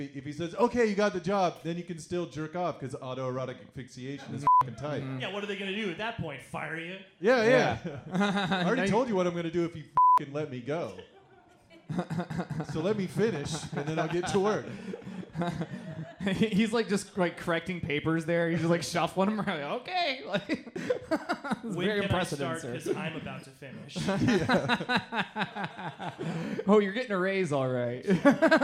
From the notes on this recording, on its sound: Live from the Ha Ha Harvest Comedy Festival at Kelly's Olympian.